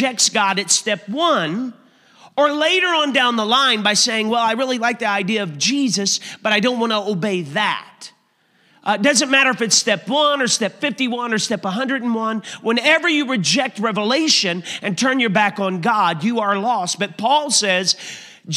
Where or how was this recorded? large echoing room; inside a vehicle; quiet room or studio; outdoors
large echoing room